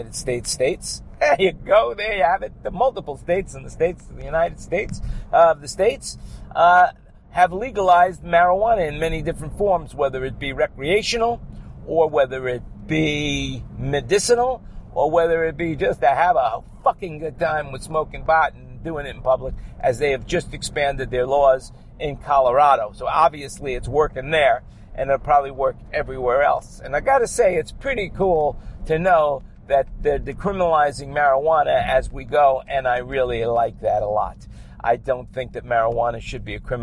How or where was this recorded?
inside a vehicle